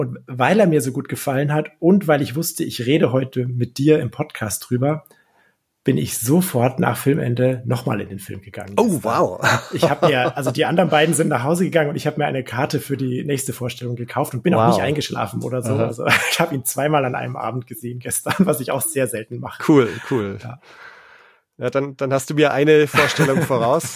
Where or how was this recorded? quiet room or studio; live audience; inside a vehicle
quiet room or studio